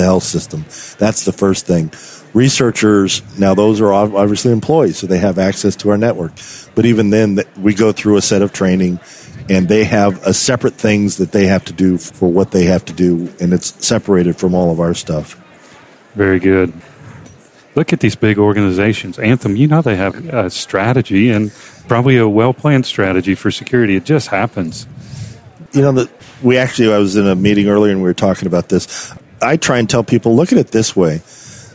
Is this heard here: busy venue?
yes